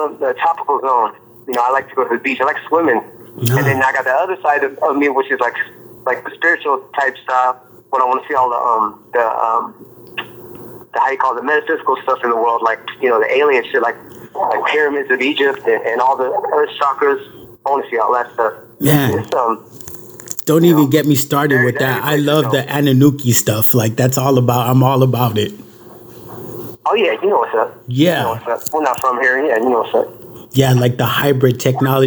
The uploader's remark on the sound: Recorded at La Clika HQ. A short phone interview.